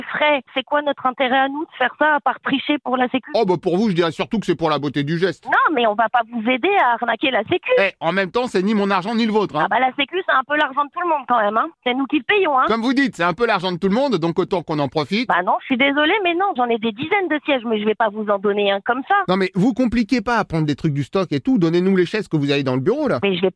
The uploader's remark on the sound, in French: L’appel trop con de Rire & Chansons